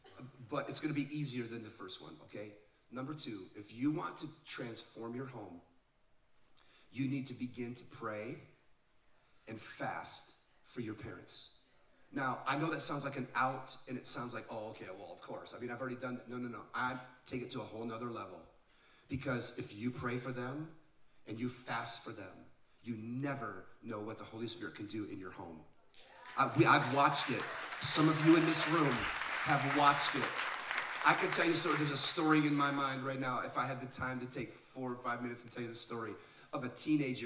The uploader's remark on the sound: This live podcast from Oregon with a few hundred teenagers.